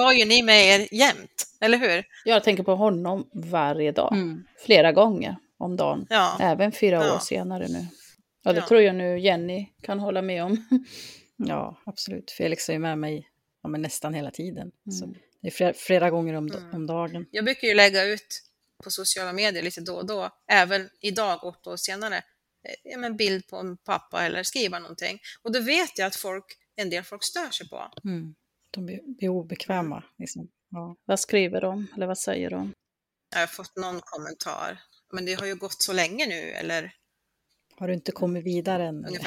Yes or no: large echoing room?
no